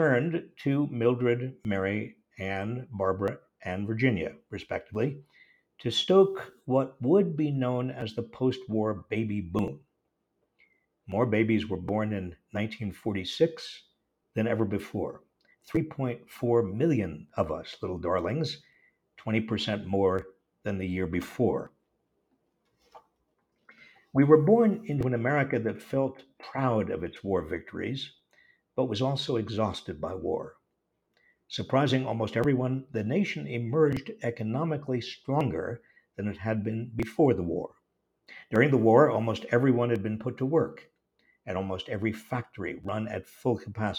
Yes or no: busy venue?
no